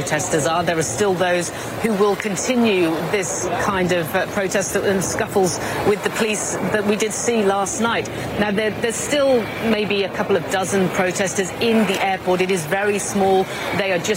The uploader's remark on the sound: live from the New York Stock Exchange